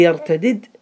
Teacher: فللتخلص من التقاء الساكنين لي أن أفك الإدغام فأقول يرتدد، ولي أن أحرك الثاني سلامك الرحمن وأبقي الإدغام.